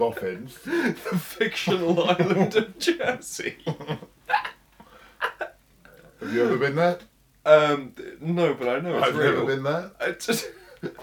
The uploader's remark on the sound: Apologises for the audio quality. This episode of the podcast comes from a shadowy archive of 'practice' records that were never 'meant' for 'publication'.